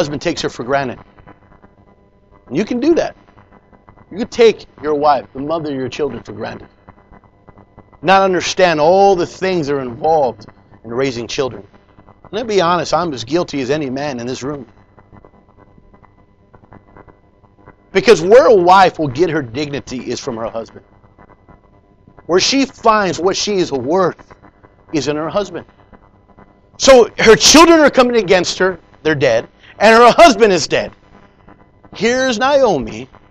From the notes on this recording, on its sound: Preached in Leon Valley Church San Antonio,TX